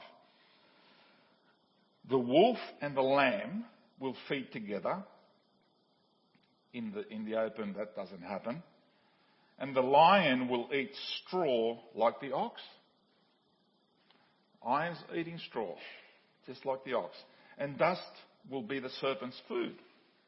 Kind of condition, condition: setting, large echoing room